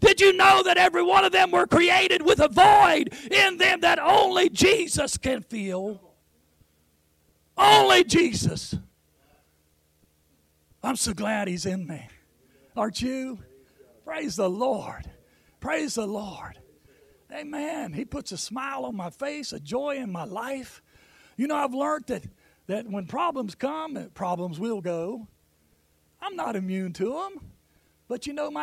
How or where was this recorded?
large echoing room